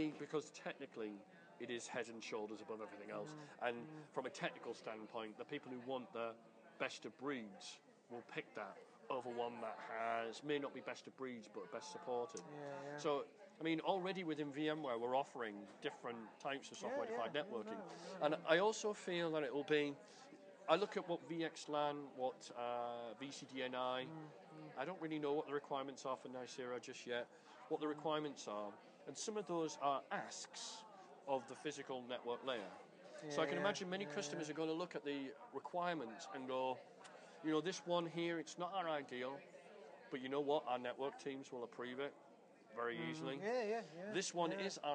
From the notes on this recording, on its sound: recorded at the Melbourne VMUG